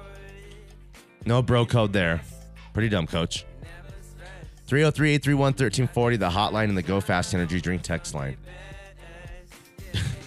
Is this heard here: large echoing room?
no